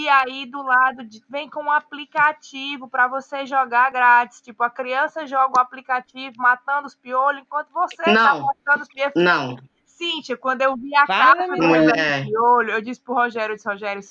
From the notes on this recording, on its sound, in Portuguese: Deu tudo errado nesse episodio: conexão ruim, audio quebrado e quando acontece o milagre das 5 estarem juntas pra gravar, o programa de gravação não ajuda.